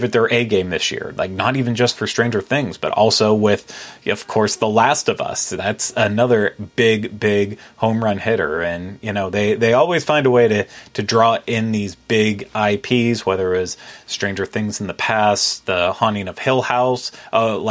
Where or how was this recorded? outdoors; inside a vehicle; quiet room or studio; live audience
quiet room or studio